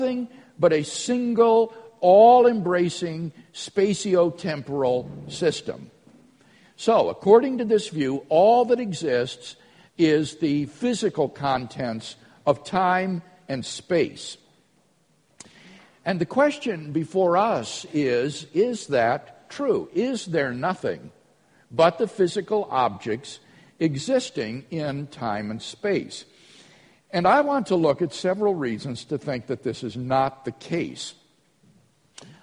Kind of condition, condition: setting, large echoing room